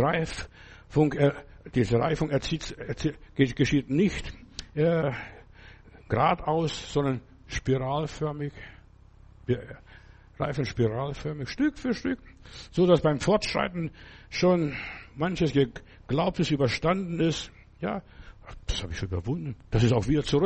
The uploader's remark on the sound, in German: im Gemeinde-Zentrum in Berlin aufgenommen